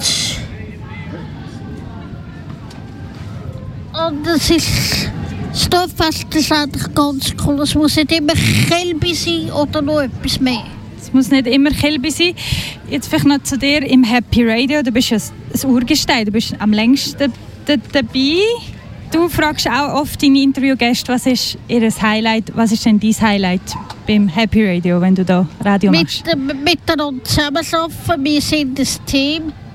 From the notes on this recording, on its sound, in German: Live vom Dorffest Biberstein. Die Redaktion Happy Radio berichtete zwei Stunden live vom Dorffest aus Biberstein.